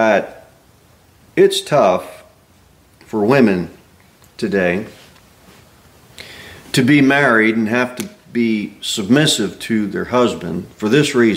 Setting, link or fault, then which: setting, large echoing room